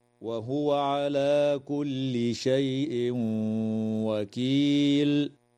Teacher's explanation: يدغم التنوين في الواو مع الغنة